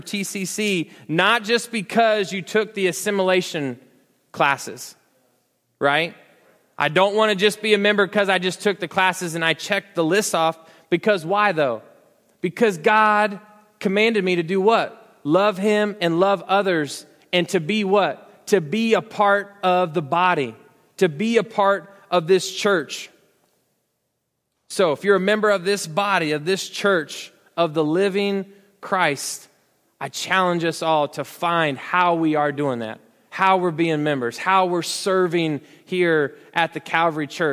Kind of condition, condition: setting, large echoing room